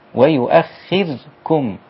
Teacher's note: الراء رقيقة فعلا. وليست مفخمة في هذا الموضع لانها ساكنة، وما قبل الساكن كسر